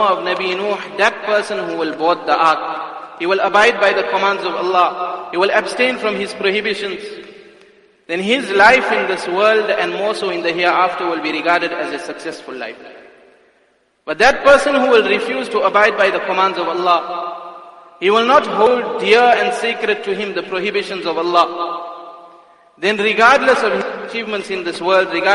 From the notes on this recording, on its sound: Jumuah Lecture at Masjidus Salaam, Musgrave